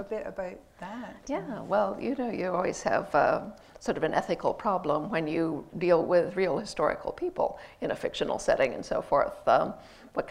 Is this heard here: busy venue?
yes